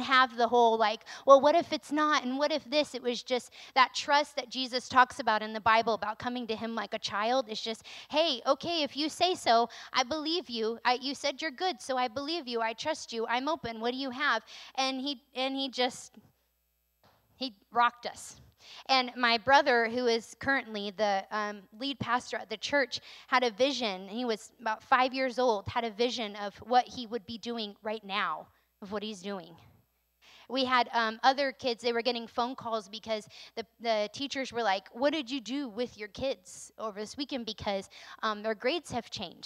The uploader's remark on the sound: recorded on Sunday, April 3rd, 2022, during service at The Anchor Church in Rockport, Maine